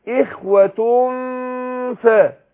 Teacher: فإن كان له إخوة ف الغن حركتين وبخفي نون التنوين عند الفاء، والفاء بتخرج من بطن الشفة السفلى مع الثنية العليا · Term: الإخفاء